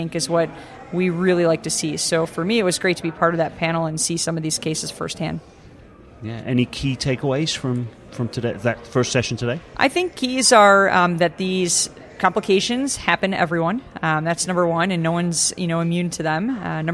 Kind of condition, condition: setting, busy venue